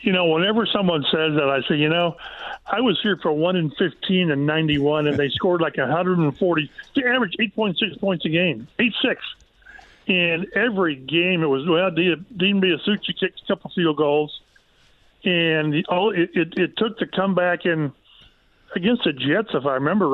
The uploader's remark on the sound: They then open up the phone lines and take some calls from listeners!